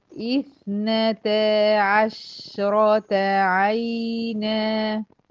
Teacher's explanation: انتبهي اوعي تفتحي الشين، الشين هنا ساكنة